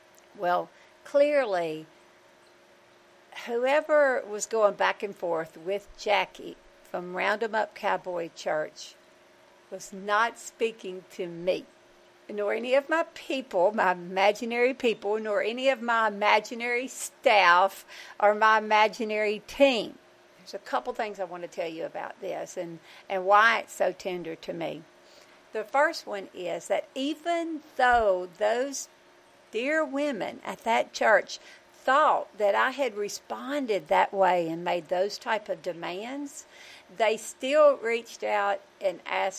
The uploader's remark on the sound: I went LIVE on Youtube from the back porch to capture the video and the audio for the podcast.